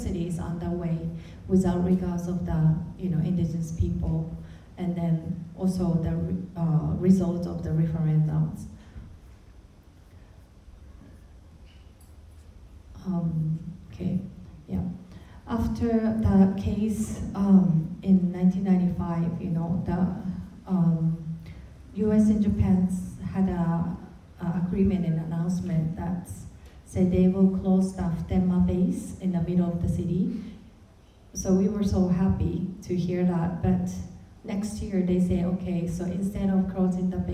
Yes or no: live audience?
yes